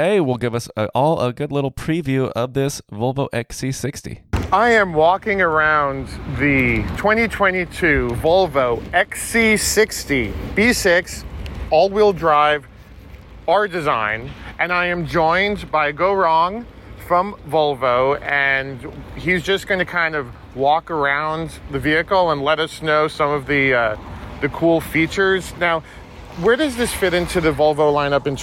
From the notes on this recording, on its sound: Takes you along for a live test drive of the XC60.